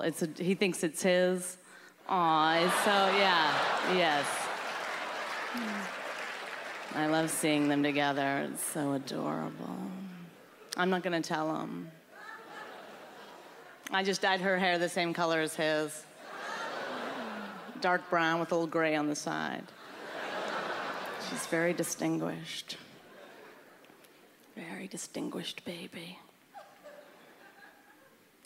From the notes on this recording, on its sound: Brings her comedy to the 2010 Just for Laughs Festival in Montreal.